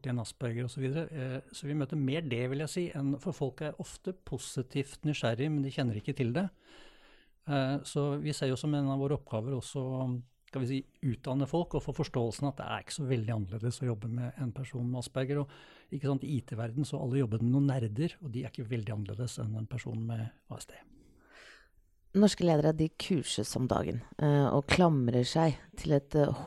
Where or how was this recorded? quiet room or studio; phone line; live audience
quiet room or studio